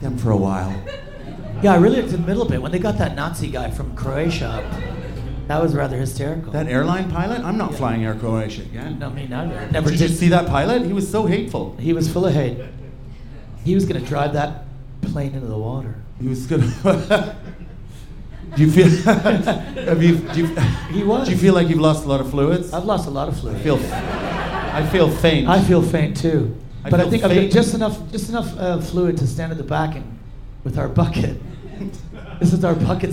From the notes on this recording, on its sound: Our most European audience yet (there’s loads of Dutch people in!).